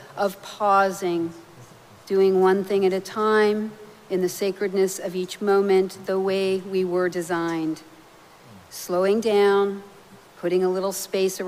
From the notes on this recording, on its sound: Recorded live at Arlington Street Church, Sunday, August 13, 2023.